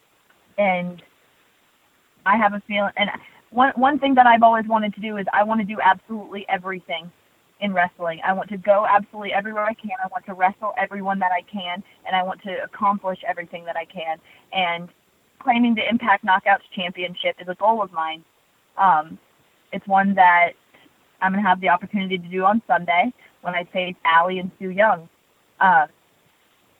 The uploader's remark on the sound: Impact Wrestling's August 9, 2018 media call